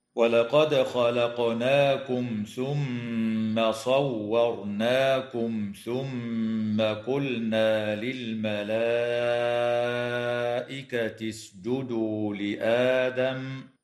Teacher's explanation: تقلقل الدال في كلمة ولقد، وكذا القاف في كلمة خلقناكم، وتظهر الميم الساكنة في كلمة خلقناكم وكلمة صورناكم، وتغن الميم المشددة في كلمة ثم في الموضعين، وتظهر لام الفعل في كلمة قلنا، وتمد الألف في كلمة للملائكة من قبيل المد المتصل وقدره 4 أو 5 حركات